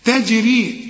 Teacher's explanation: الجيم هنقلقلها لأنها على السكون